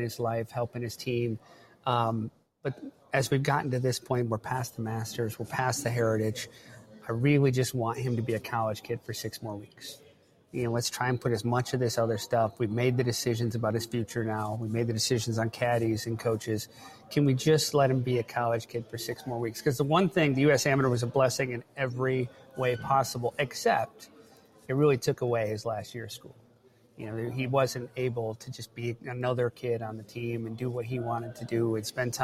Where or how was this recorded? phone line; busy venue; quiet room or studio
busy venue